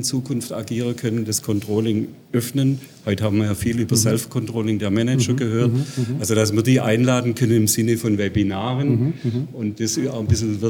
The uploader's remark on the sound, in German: Im Interview auf dem CC 2018. Congress der Controller in München. Der Performance Manager Podcast war live vor Ort und hat auf dem größten Controller-Fachtreffen Europas mit den Who‘s Who im Controlling geredet.